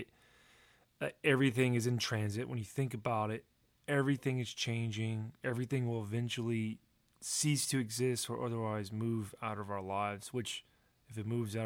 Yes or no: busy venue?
no